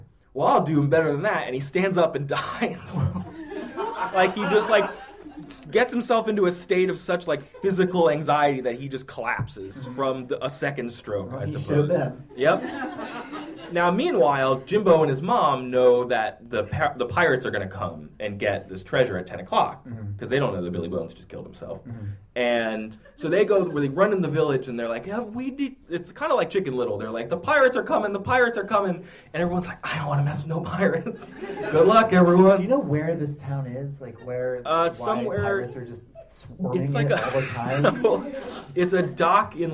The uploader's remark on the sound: Live in Philly. It's a live show! At our live show at the Free Library of Philadelphia.